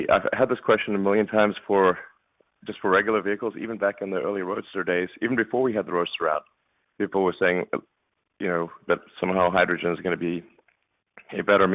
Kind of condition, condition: link, phone line